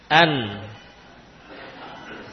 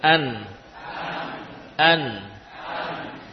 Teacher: Dari mana letak makhraj nun? Ujung lidah dengan gusi.